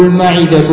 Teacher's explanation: هي بفتح الميم وكسر العين، ويجوز إسكان العين مع كسر الميم وفتحها.